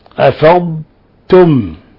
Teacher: أفضتم، فإذا أفضتم يعني هي جزاها الله خير أظهرت الضاد، ولكن الإظهار يحتاج إلى زيادة، لأن هنا حفص لا يدغم الضاد في التاء. أفضتم وليس أفضتم، أفضتم، والضاد كما لا يخفى أن فيها أنها حرف استطالة.